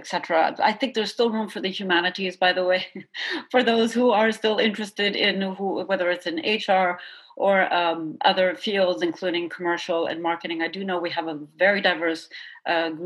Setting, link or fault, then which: link, video call